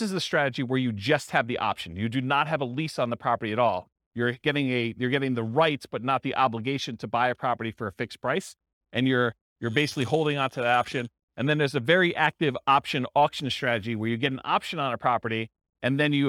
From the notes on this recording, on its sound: This was a live class recorded